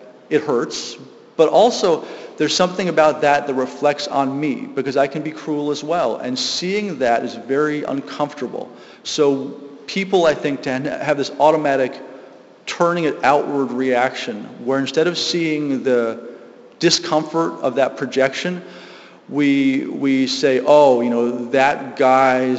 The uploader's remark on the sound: Live from GLSEN South Hadley